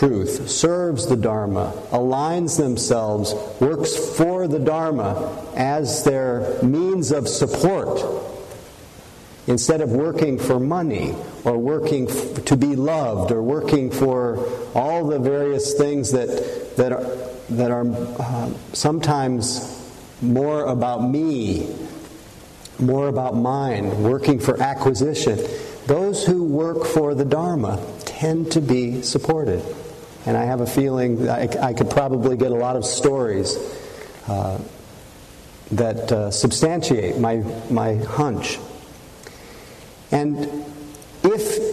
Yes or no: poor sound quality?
no